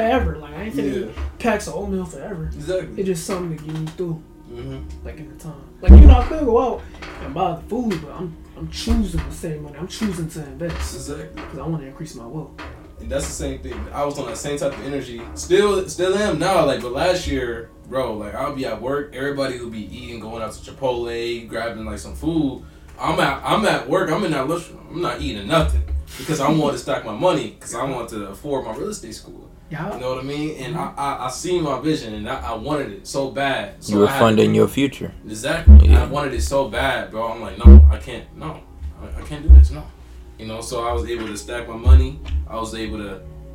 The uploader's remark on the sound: We were experiencing some technical difficulties